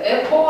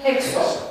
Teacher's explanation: acea aspirație venită din sigma indo-european care a căzut, se poate păstra, fiindcă nu există o altă aspirată în cuvânt · Shown in: second take · Term: spirit aspru